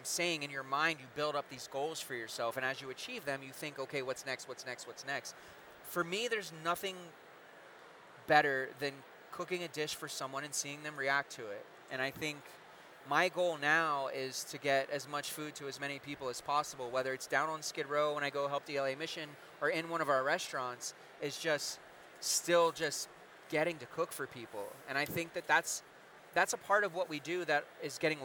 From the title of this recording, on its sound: Live from The Shamrock Foods EXPO